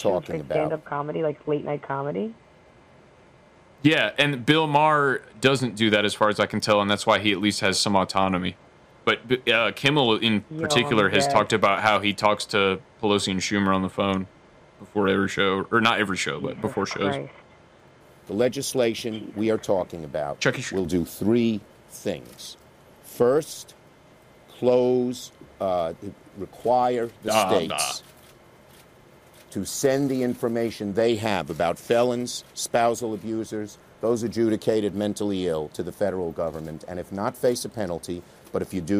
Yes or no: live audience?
no